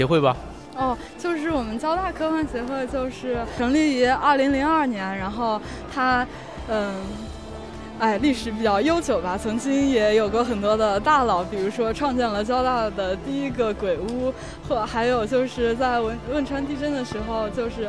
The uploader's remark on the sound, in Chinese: S19.2017科幻苹果核圣诞趴现场采访